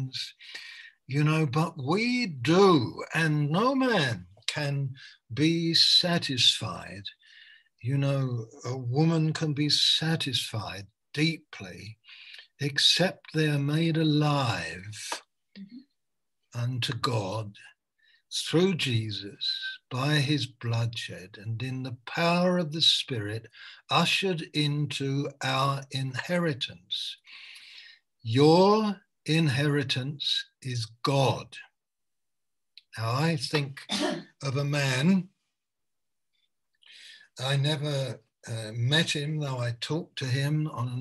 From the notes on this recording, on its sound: Malaysia Meets (Zoom).